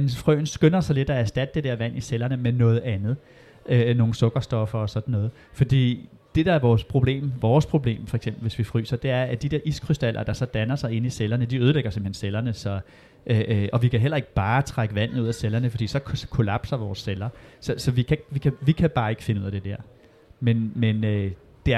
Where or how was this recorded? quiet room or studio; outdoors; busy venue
busy venue